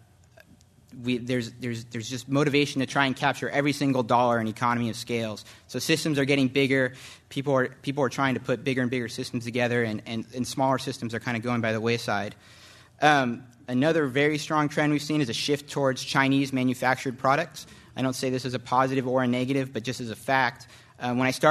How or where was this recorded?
live audience